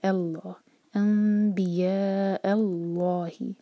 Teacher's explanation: حمزہ کو جب لام سے جوڑیں تو اس کو بھاری نہ ہونے دیں، الف حمزہ جو ہے لائٹ لیٹر ہے.